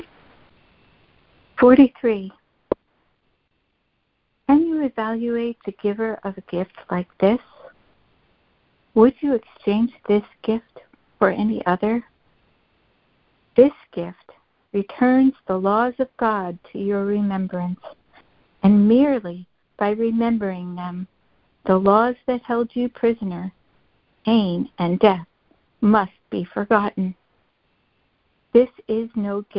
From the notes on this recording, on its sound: ACIM Daily Conference Call